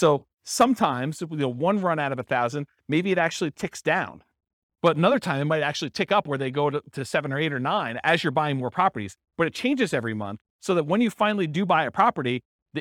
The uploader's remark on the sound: This was a live class recorded.